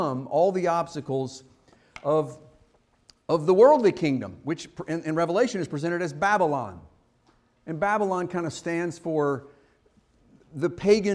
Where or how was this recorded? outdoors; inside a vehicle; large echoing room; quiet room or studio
large echoing room